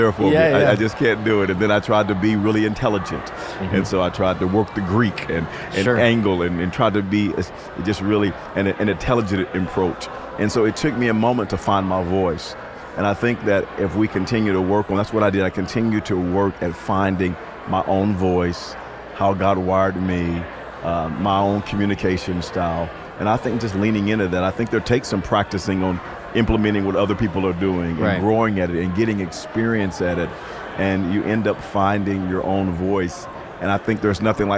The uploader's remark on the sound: One of the speakers at River Valley Conference 2023. This special episode that we filmed live at our Conference lobby.